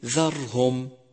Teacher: يجب ترقيق حرف الذال دائما وخاصة إذا جاور حرفا مفخما لأنه إذا فخم صار ظاء